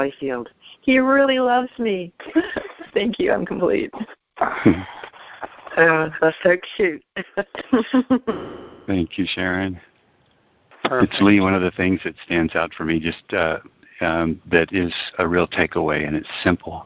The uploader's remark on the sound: ACIM Daily TEXT Conference Call.